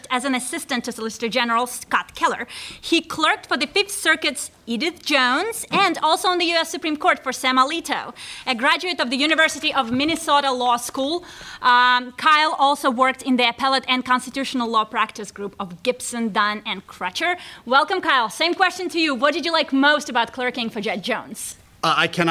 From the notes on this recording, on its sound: Live at Texas Law. The episode was recorded before a LIVE student audience at the University of Texas School of Law in Austin at the invitation of the UT chapter of the Federalist Society.